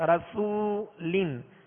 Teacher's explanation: را پر زبر ہے لہذا را کو پر پڑھیں گے، اور آگے وہ مدہ ہے رسو، سین کو سیٹی کی آواز میں پڑھیں گے مگر باریک، رسولن، سین پر پیش بھی ہے لہذا ہونٹوں کو کامل گول کر کے ادا کریں گے.